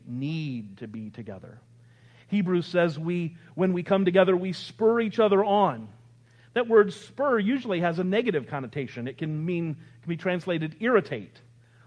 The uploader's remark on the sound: Full length audio recording of this week’s worship service.